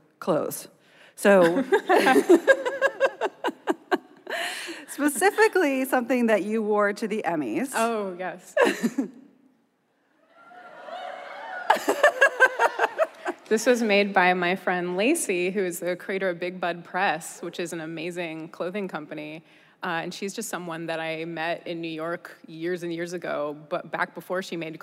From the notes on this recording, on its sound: At the 2019 Werk It Festival keynote. Werk It: The Podcast is the ICYMI version of the live event. Both the festival and the podcast are produced by WNYC Studios.